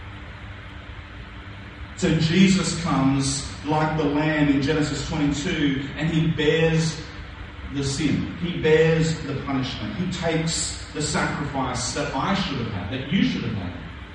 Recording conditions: poor sound quality